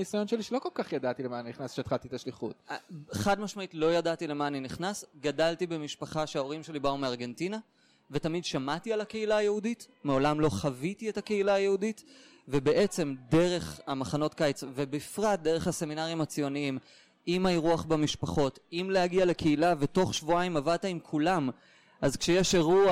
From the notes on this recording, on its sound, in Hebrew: שהוקלטה באירוע השליחים החוזרים ב2019.